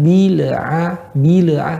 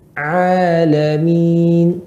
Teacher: huruf lam tidak boleh memantul dan lam suaranya mengalir sedikit · Shown in: second take